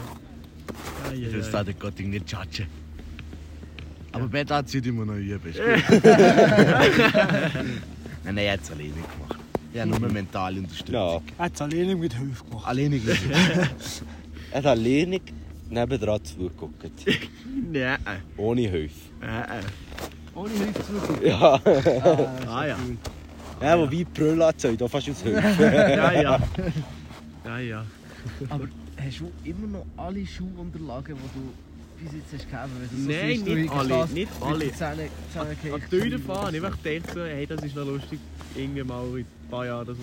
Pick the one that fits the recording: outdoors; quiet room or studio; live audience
outdoors